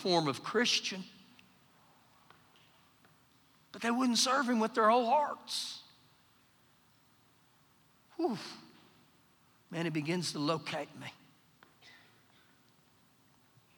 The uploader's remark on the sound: Recorded live during our Wednesday night service